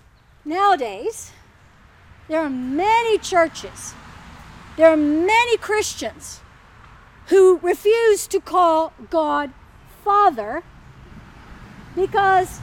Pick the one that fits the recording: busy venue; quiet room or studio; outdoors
outdoors